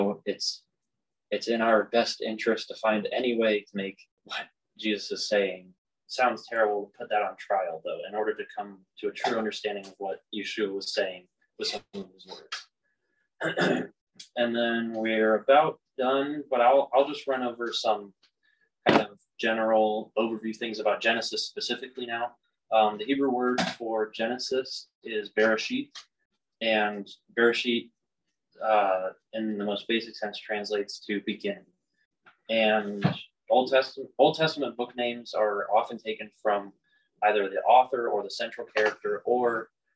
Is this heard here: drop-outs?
yes